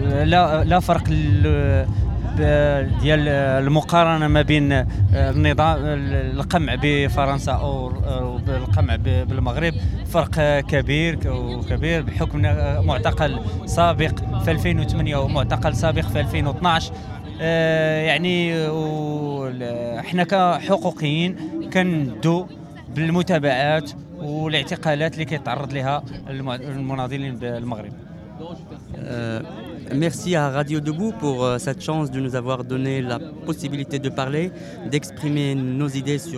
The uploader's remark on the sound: A program recorded live on the Place de la République, in French and Arabic.